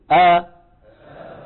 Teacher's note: الهمزة المتحركة بالعكس، يكون الوتران ملتصقان ثم ماذا يفعلان؟ يبتعدان عن بعضهما